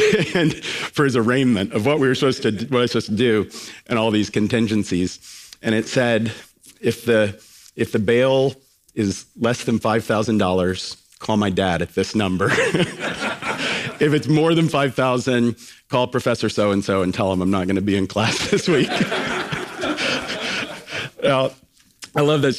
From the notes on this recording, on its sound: speaks to an Upper House audience during our recent Geneva Forum